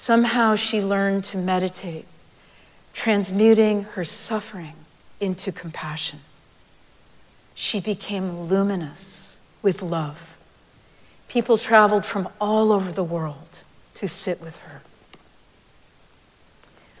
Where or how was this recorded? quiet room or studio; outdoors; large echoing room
large echoing room